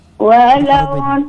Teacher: Iya, dalnya enggak pakai de lagi. Langsung kita idgham.